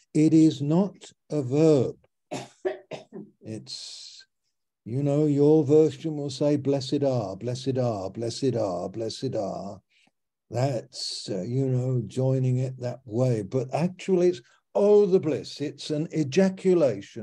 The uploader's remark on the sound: Malaysia Meets (Zoom)